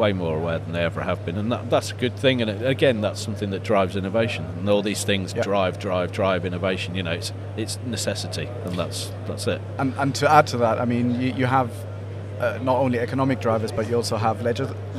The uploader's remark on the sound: Live from formnext 2022